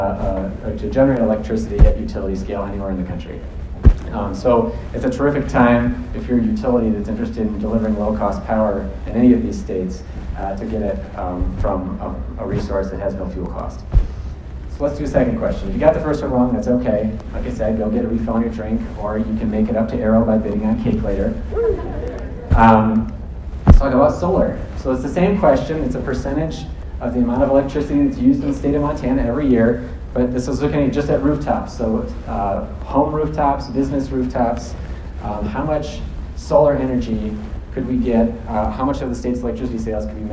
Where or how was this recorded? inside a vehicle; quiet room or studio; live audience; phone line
live audience